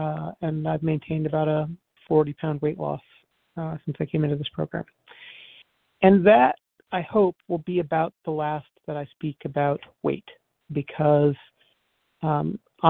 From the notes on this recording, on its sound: 100 Pounders Phone Meeting